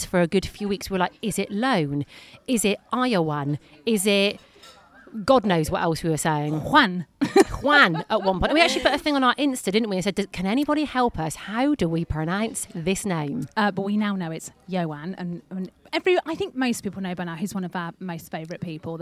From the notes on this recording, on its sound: We are live from East Midlands Airport!